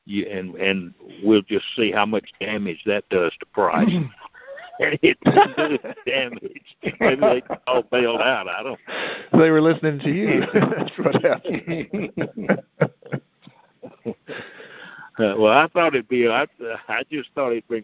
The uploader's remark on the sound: Monthly Conference Call.